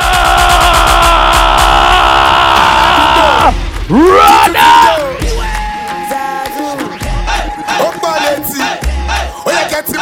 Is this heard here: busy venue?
yes